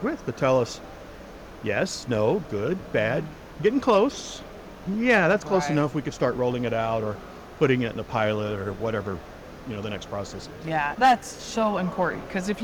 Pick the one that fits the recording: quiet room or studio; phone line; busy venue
busy venue